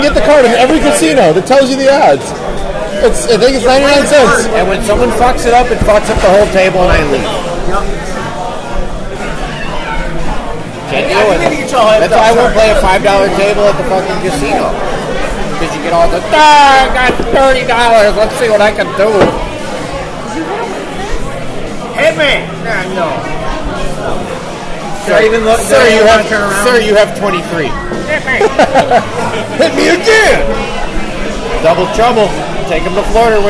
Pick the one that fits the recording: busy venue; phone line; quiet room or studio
busy venue